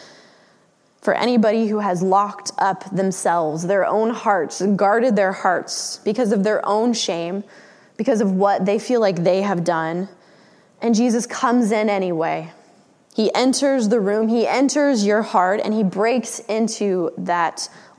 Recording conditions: large echoing room